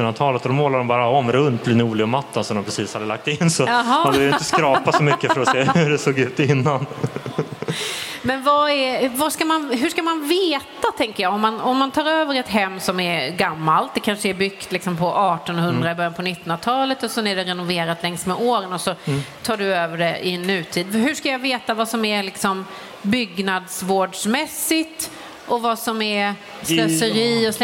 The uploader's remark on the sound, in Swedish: Vi livepoddar från Bo&Byggmässan! Livepoddar vi för första gången i våra liv! Inför publik!